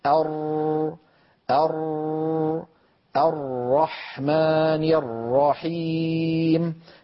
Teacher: الجريان الجزئي للصوت عند نطق الراء بسبب اعتراض أغلب طرف اللسان لخروجه. اللسان يتقعر كما شرحنا ذلك عند مخرج الراء، ويتقعر ويلامس يمينه ويساره ما يحاذيه من غار الحنك، ويبقى في الوسط الأمامي فجوة قليلة منها يمر صوت ضئيل. · Term: البينية